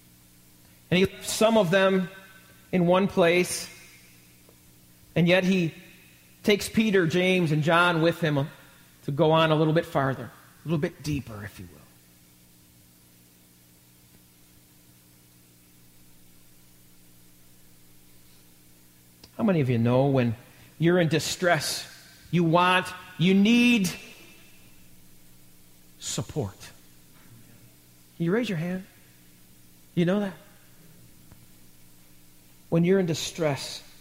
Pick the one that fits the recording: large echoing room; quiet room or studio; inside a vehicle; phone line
large echoing room